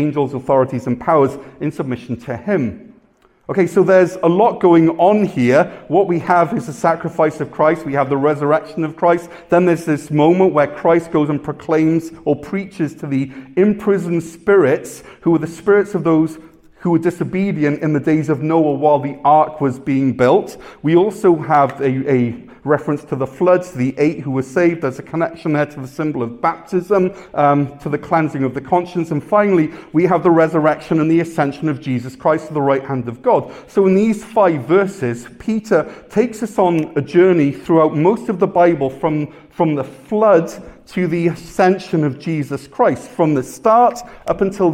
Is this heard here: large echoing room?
yes